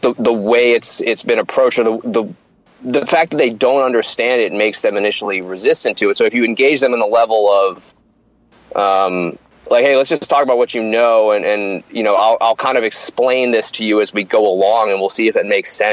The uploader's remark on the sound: over the phone